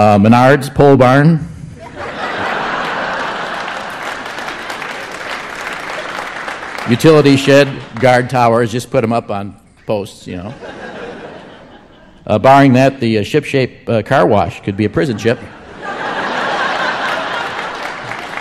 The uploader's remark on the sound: At the State Theater in Eau Claire, WI.